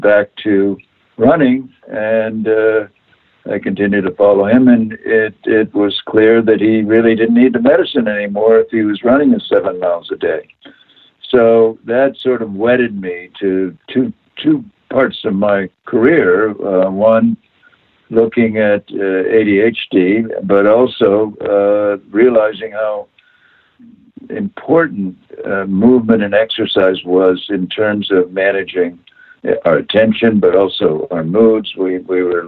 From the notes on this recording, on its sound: via internet phone